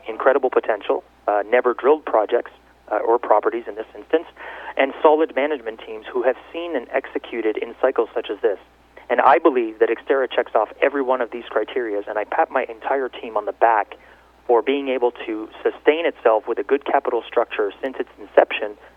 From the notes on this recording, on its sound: called in to SmallCapVoice.